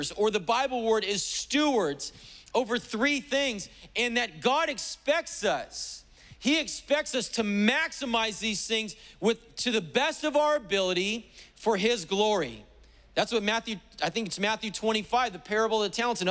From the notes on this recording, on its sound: was preached on July 18th at the 11:30AM service